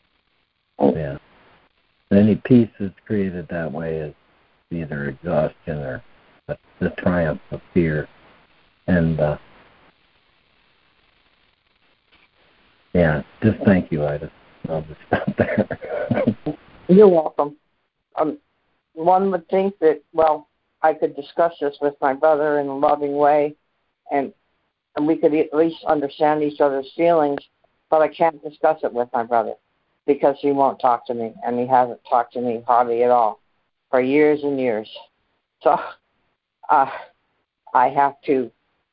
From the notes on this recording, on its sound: ACIM Daily Conference Call.